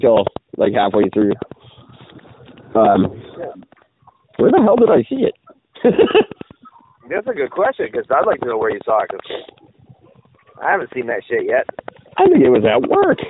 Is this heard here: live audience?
no